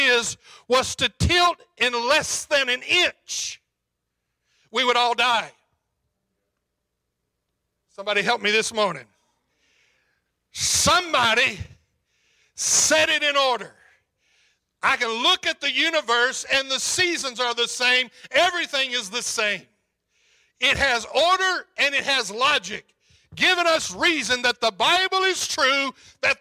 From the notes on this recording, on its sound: preached on February 27, 2022 at Calvary Temple Church, Murray, KY